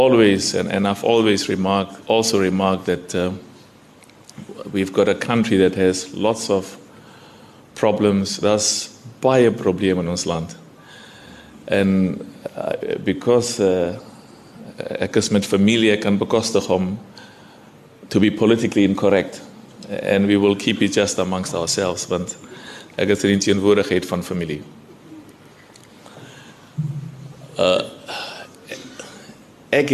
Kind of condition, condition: setting, large echoing room